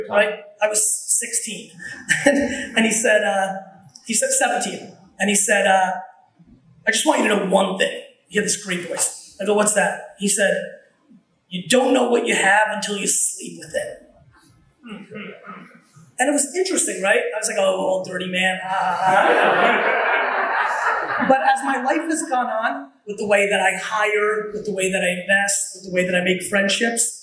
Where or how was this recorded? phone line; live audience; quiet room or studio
live audience